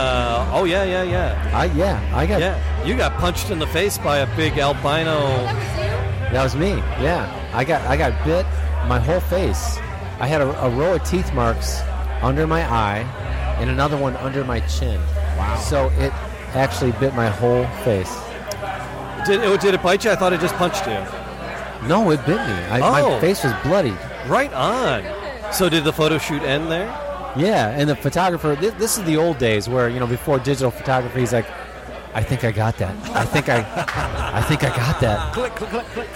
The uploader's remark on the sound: Live from the Podcast Detroit Meetup at a bar.